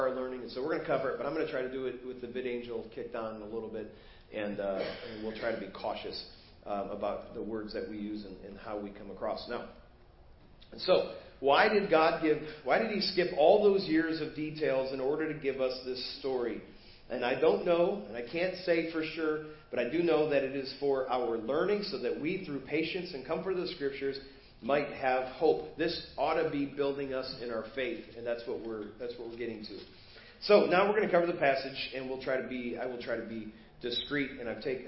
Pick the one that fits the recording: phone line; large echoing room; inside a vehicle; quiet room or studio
large echoing room